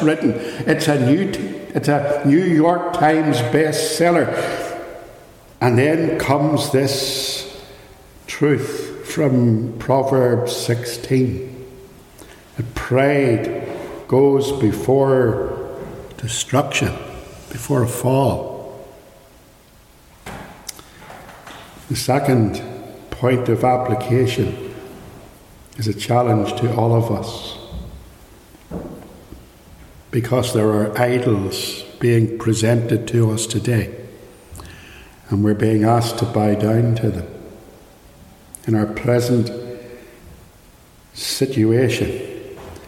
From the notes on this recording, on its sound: Recorded live at Ballymacashon Church - Raw and unedited.